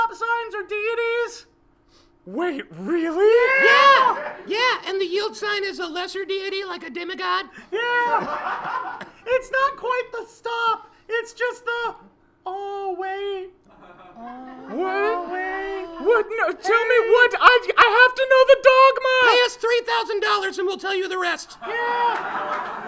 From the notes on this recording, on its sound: Recorded Live at The Kick Comedy Theater.